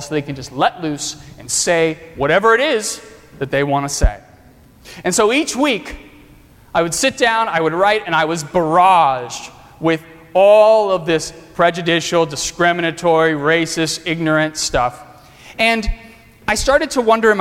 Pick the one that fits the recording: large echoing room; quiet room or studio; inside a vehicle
large echoing room